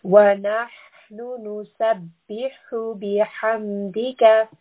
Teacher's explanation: Ha is from the middle throat, so we want almost like warm air is coming from the bottom of your chest.